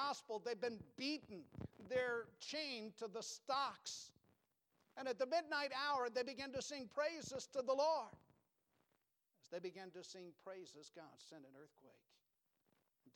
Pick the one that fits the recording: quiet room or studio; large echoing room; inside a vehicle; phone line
large echoing room